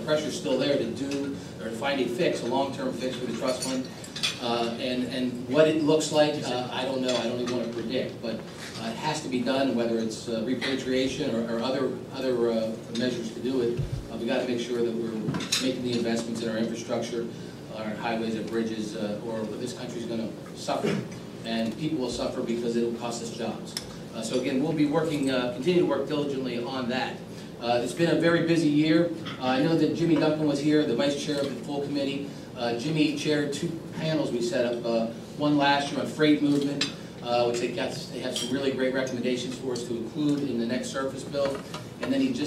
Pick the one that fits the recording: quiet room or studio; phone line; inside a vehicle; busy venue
busy venue